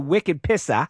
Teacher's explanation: leaving the R sound off the end in that classic New England way of talking